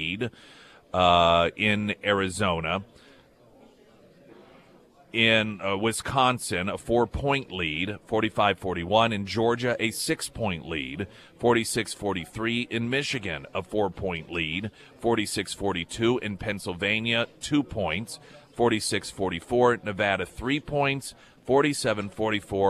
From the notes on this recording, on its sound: Live at Scramblers Diner for the Friday Road Show. Today is a First Responders Breakfast!